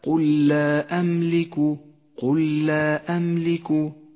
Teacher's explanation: المد المنفصل مد جائز، اخترنا قصره على حركتين تسهيلا على القارئ المبتدئ